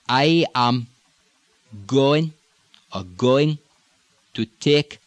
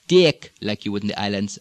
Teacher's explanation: This is a basic pattern, and it is a little different in that it's more monotone than the island pattern. It does not have the upward inflections on so many of the diphthongs · Shown in: first take · and some of the pronunciations are not changing as much.